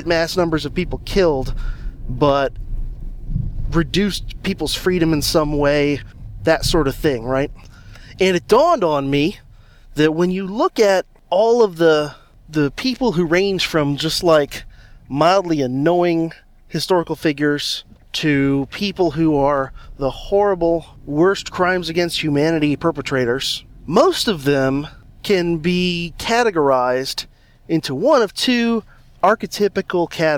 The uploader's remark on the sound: This is a guerrilla episode done in the car.